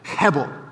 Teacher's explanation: even saying the word sounds like breath, because you have to be all breathy in saying it